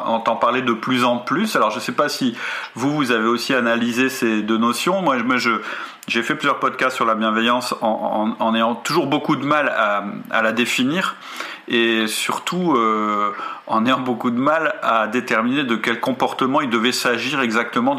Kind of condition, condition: fault, poor sound quality